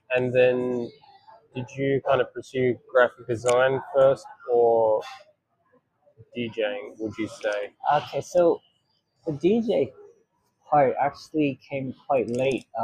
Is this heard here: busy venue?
yes